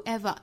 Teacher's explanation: 重读 ever 在前面形成短暂停顿就不连了